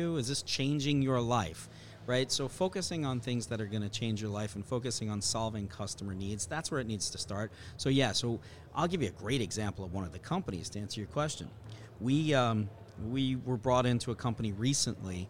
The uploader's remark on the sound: Live from Tech Crunch Disrupt in San Francisco